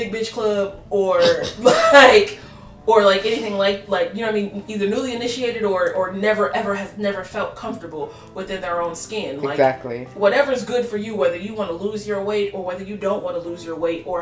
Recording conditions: uneven or low level